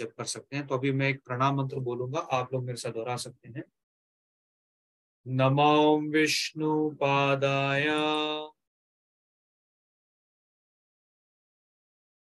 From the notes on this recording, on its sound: Zoom recorded session.